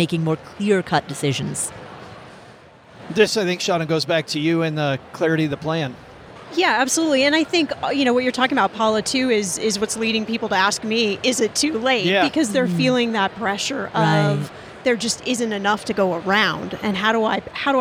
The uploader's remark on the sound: Live from Podcast Movement. That's why today we're live from the floor of the 2023 Podcast Movement Conference with two other great podcasters.